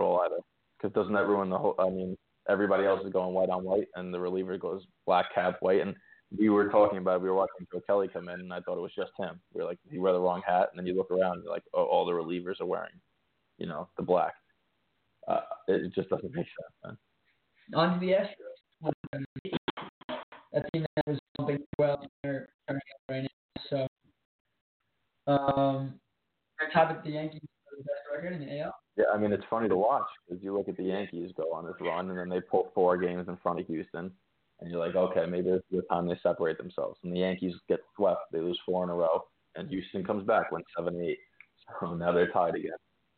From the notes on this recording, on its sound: answering your phone calls